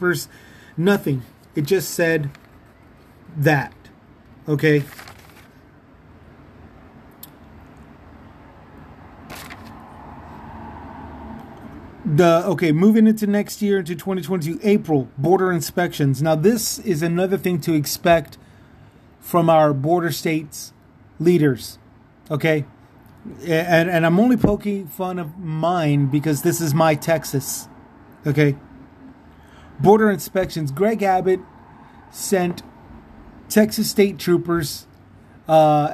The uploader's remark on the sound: Let me apologize for the sneeze and the background noise. I had to do a one shot, one kill, show.